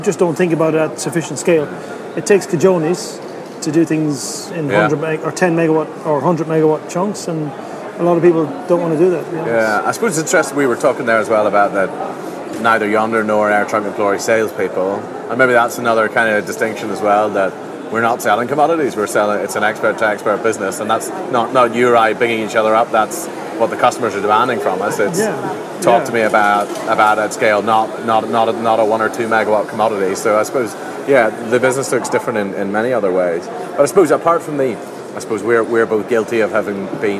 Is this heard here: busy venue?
yes